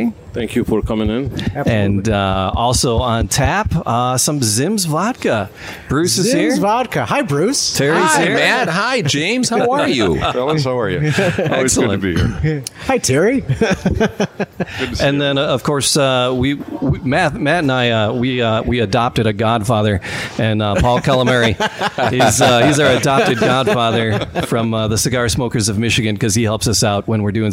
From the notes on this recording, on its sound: We broadcast live at La Casa